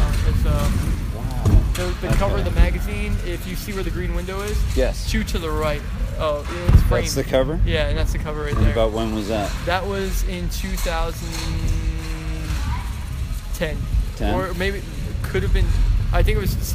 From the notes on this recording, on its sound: Recording on location at The Incline Club in Lakewood, NJ